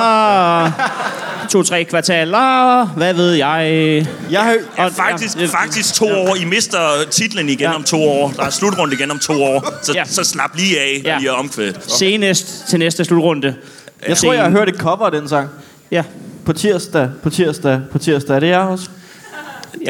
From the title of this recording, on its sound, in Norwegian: LIVE fra Comedy Zoo